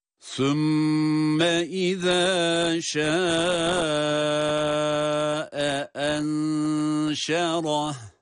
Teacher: Birbirine karışmasın diye de şâe enşerah diye ikinci kelimenin baş harfi olan hemzeye bir vurgu yaparak sesi ayırıyoruz